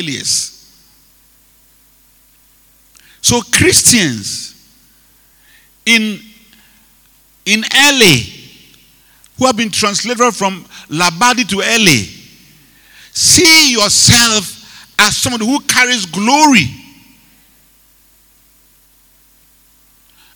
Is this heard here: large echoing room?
yes